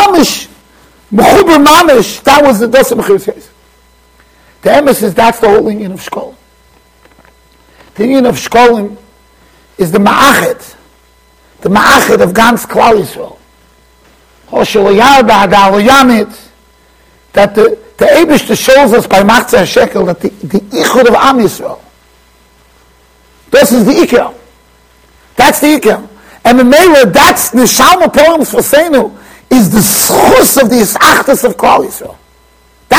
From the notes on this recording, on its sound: Shiur recorded in Yeshivas Ohr Reuven, Monsey NY.